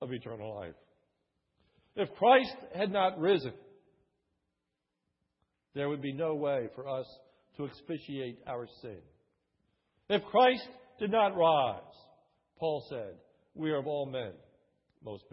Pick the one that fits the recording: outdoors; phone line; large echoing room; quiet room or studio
large echoing room